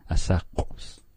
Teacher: The popped QW. It's kind of back of your throat using your gargle. Your gurgling muscles.